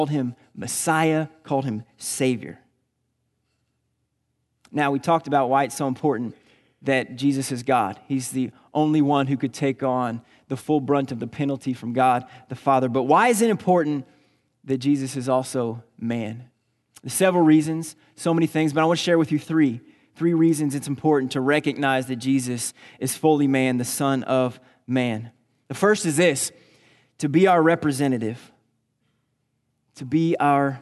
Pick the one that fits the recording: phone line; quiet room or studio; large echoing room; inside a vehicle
large echoing room